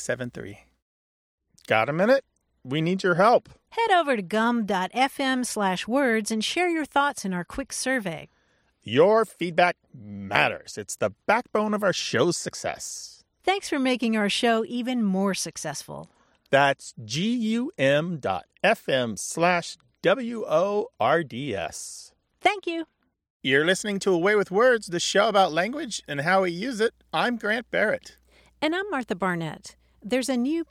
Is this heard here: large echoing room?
no